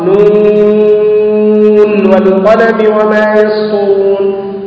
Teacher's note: حفص اختار أن يكون مع المظهرين فأظهر هذه النون خلافا للقاعدة